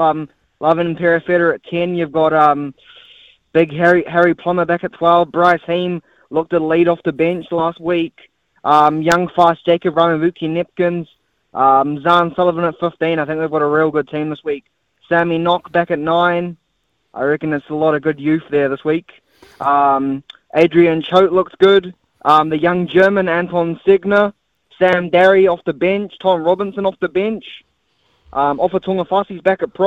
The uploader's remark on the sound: Opens up the phone lines and hears which super rugby teams listeners believe are locks to win this weekend.